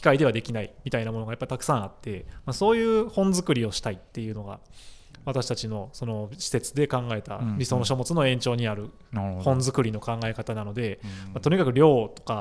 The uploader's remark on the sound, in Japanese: 麻布台ヒルズの大垣書店で出前収録。大垣書店の麻布台ヒルズ店で「KYOTO ITO ITO Exploring Tango Threads―理想の糸を求めて（以下KYOTO ITO ITOと略）」展を開催中。